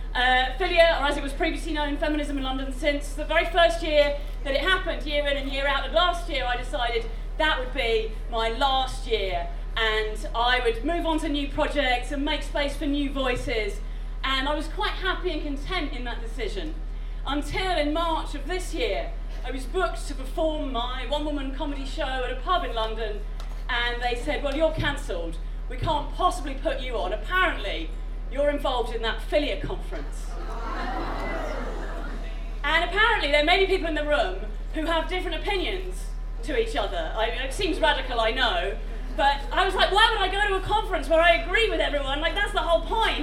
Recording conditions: live audience